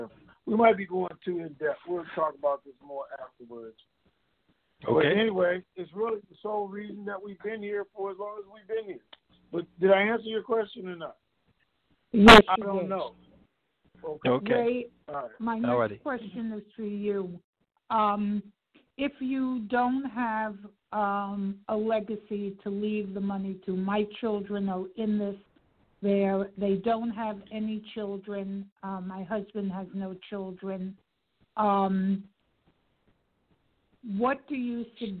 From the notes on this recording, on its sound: TNTSuperfantastic Conference Call